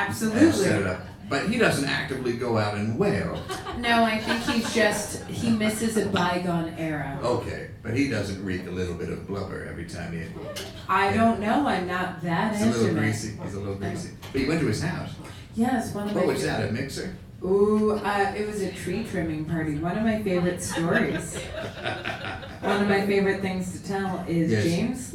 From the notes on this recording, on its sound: An amazing live episode. Recorded at Union Hall in Brooklyn.